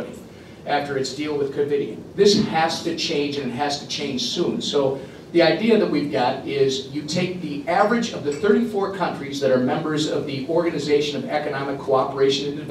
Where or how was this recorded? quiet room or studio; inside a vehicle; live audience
live audience